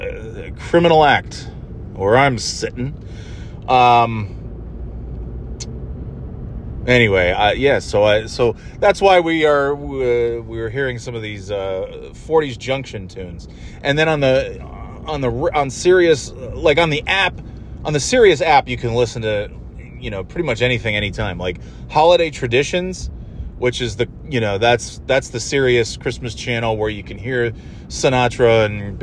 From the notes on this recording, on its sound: Just driving around and talking about whatever